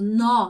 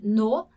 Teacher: O importante aqui é prestar atenção nesse som aberto, nó. · Shown in: first take · Então não é no, é nó, ok?